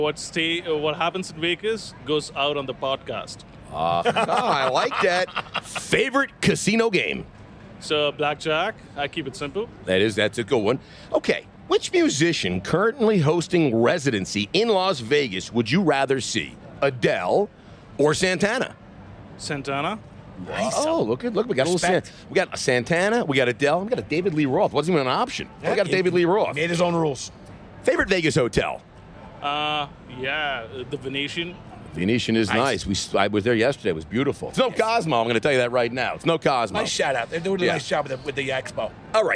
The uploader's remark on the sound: LIVE FROM CES IN LAS VEGAS. The buzz on the floor at CES.